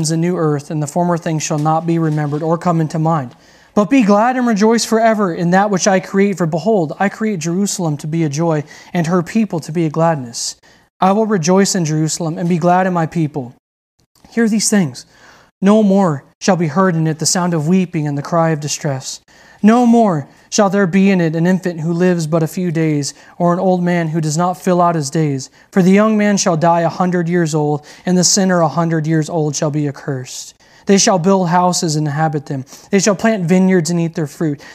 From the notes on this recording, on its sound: delivered on October 3rd, 2020 at Redeemer Community Church